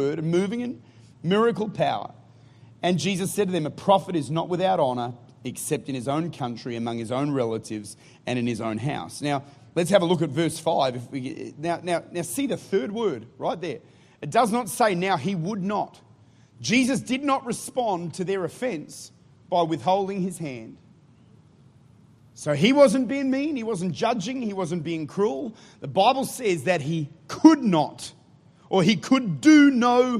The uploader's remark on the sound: Recorded at Life Church, St. Louis, Missouri.